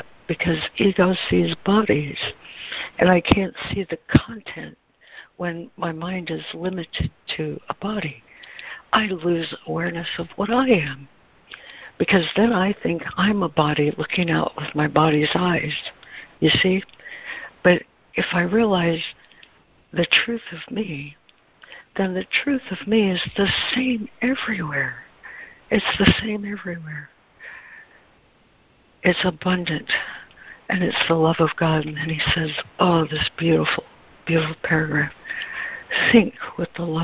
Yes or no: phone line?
yes